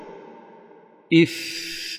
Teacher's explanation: مهموس وليس مجهورا، ليس معه ذبذب، ليس معه اضطراب في الحنجرة، ليس معه صويت في أعلى الصدر، واضح يا شيخ هذا؟